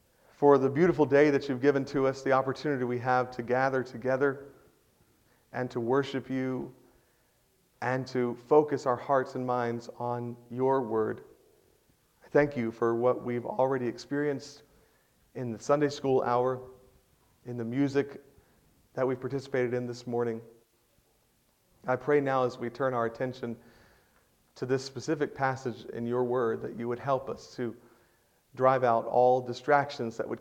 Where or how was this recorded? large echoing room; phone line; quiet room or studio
large echoing room